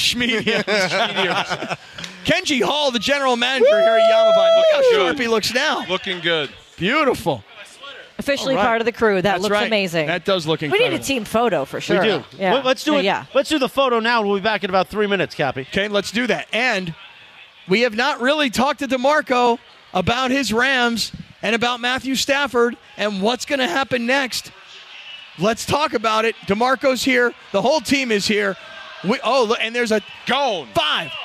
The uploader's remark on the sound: The crew is live from Yaamava